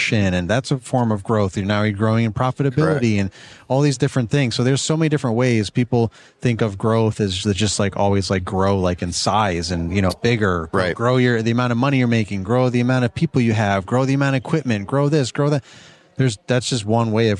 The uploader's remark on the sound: Pod-Row at Synkd LIVE in Atlanta